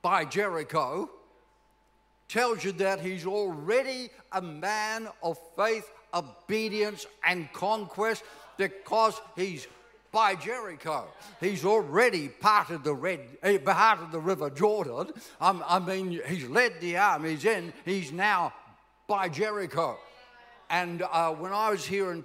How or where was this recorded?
large echoing room